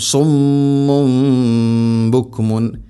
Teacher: ശേഷം സുമ്മുൻ തൻവീന് ശേഷം ബ, ഇവിടെ തൻവീന് ശേഷം അല്ലെങ്കിൽ സാക്കിന നൂനിന് ശേഷം ബ വന്നാൽ അതിനെ തൻവീനിനെ അല്ലെങ്കിൽ സാക്കിന നൂനിനെ മീമാക്കി അഥവാ ഇഖ്ലാബ് ചെയ്യണം, മാറ്റി മറിക്കണം. തൻവീനിനെയോ സാക്കിന നൂനിനെയോ മീമാക്കി ഉച്ചരിക്കണം.